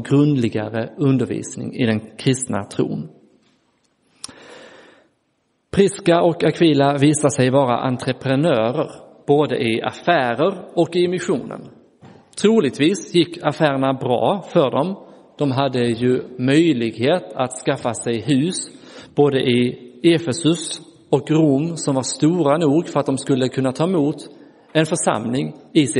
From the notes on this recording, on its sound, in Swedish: Inspelad i Roseniuskyrkan den 9 juli 2023